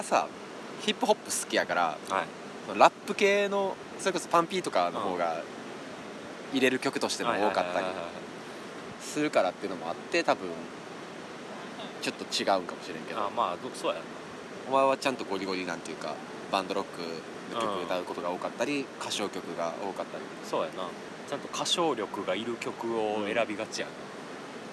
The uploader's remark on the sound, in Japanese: 夜中の鴨川収録